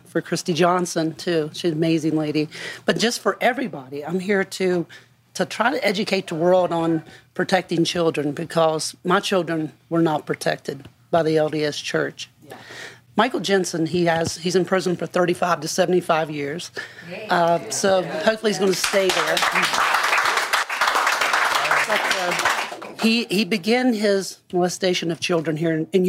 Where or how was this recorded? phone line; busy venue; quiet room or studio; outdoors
busy venue